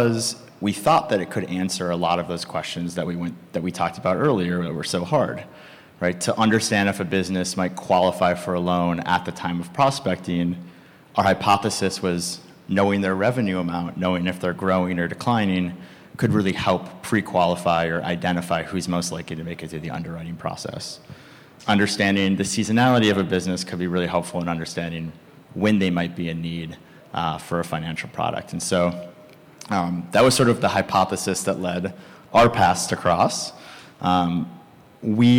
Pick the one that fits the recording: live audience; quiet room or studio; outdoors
live audience